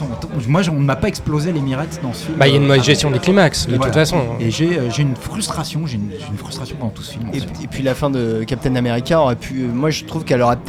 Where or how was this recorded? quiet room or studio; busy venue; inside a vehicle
busy venue